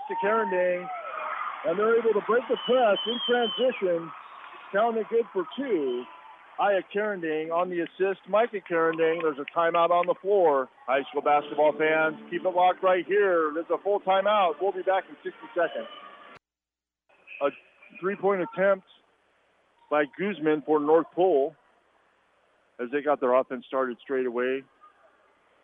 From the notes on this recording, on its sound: The full play-by-play broadcasted live. From the "Thunderdome". This podcast episode was created to document what looks like the last home court game at TMHS. KINY's live basketball coverage.